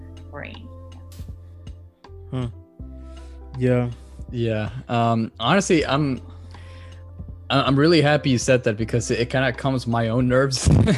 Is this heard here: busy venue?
no